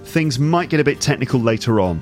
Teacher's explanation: It sounds like all the words in the phrase run into each other and it just ends up sounding like one single word · Term: connected speech